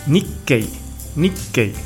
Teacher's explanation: doble consonante para hacer la pausa de la pequeña tsu